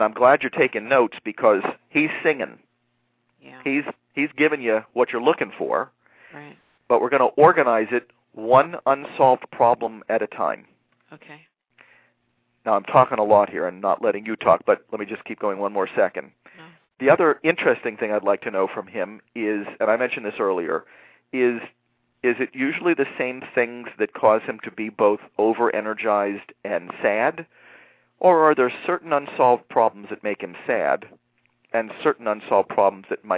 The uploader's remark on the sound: A special education teacher called